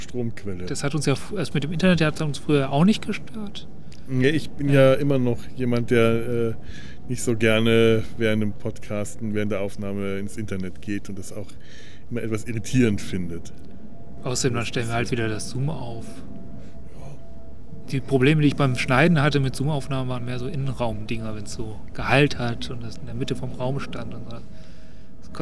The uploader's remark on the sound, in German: Uns zumindest draußen im Freien persönlich zu treffen, so richtig mit Nebengeräuschen und allem. Kommentieren das (akustische) Leben im Hinterhof.